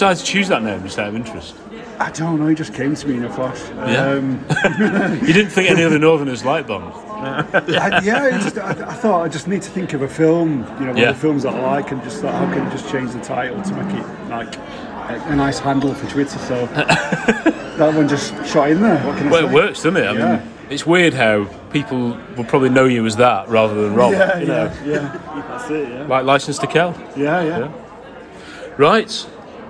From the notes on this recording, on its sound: Live from the Robert Shaw. Located in northern England, the Wetherspoons honours the town's greatest son.